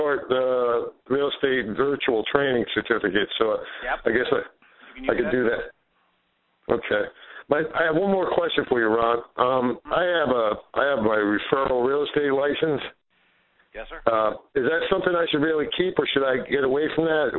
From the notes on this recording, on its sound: Q&A Call